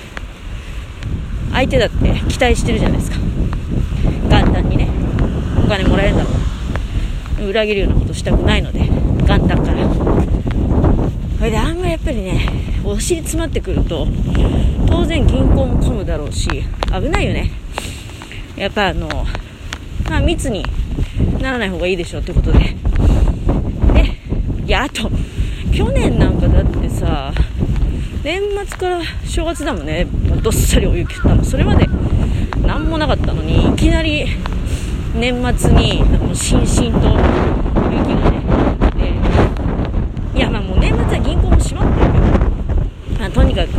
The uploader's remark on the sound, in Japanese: 強風の中をひとり歩きながら喋る。